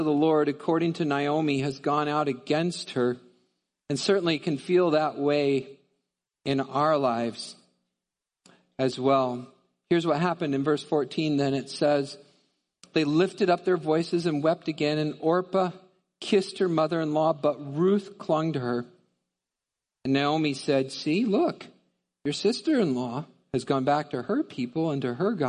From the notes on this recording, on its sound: Midland Evangelical Free Church Sermon Audio